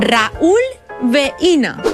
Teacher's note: En el diftong decreixent I-U, la dièresi significa que tenim un iat i que, per tant, es llegen en síl·labes diferents